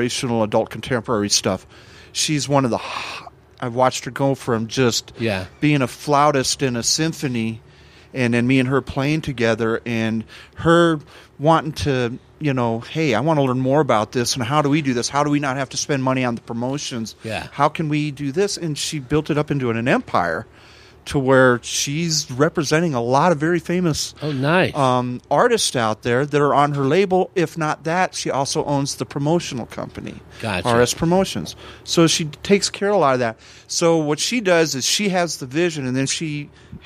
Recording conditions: busy venue